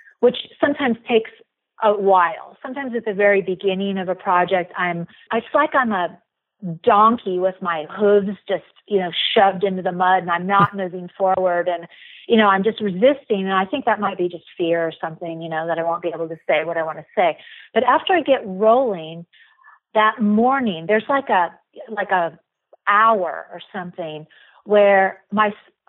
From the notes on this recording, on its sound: via telephone for this interview